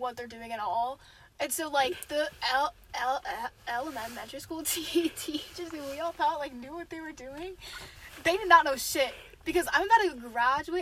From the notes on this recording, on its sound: Vibe with us in the car. Oh it also rains which is cool.